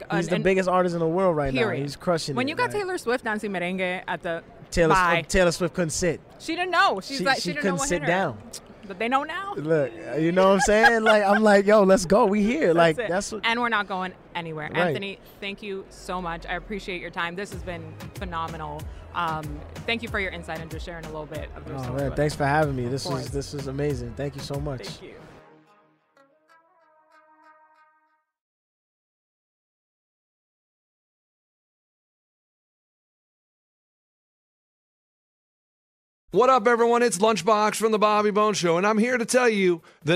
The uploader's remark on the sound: live from Super Bowl LVII Radio Row